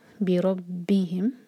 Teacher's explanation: رو پر فتحہ تو رو موٹا پڑھا جائے گا، ہیوی پڑھا جائے گا